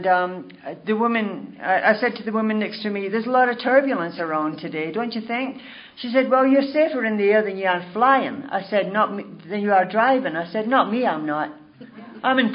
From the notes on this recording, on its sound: telling her story at the 2011 Crested Butte Mountain Conference